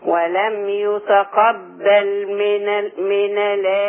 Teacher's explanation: إن ولم يتقبل اللام ساكنة مش متحركة